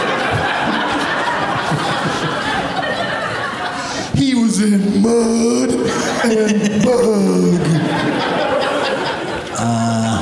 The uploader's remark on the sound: Live from the LOL Comedy Club in San Antonio